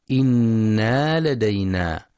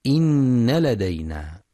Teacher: وفي قوله جل وعلا: إن لدينا أنكالا وجحيما، يخطئ من يقرأ بزيادة ألف بعد النون إنا لدينا، والصواب نون مشددة مفتوحة فقط · Shown in: second take